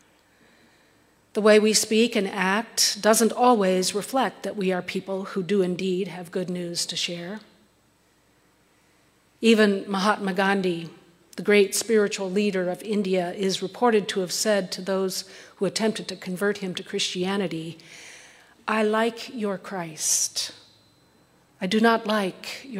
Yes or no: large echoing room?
yes